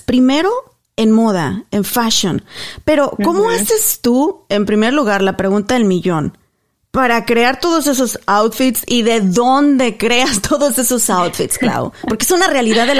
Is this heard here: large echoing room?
no